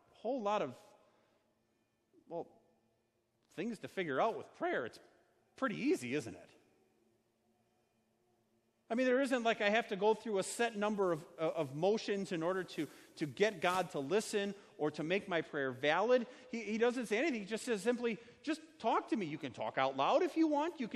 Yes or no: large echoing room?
yes